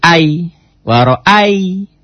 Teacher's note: Karena kalau menjadi pemanjang itu, kalau fatahnya dengan alif, ini dengan iya. Jadi kalau dengan iya mati, dengan wau mati, tidak jadi pemanjang, jadi diptong.